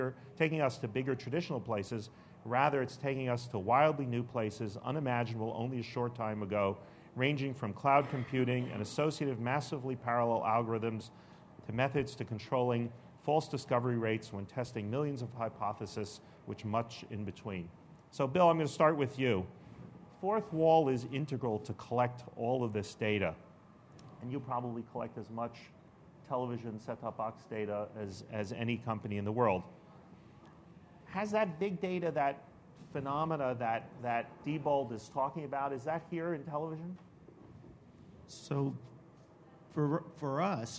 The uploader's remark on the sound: An audio recording of the TVOT NYC 2013 session.